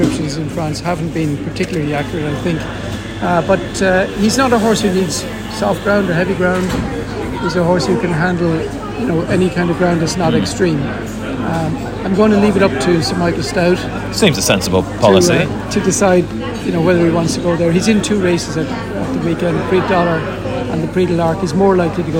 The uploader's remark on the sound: Recording today's show at GOFFS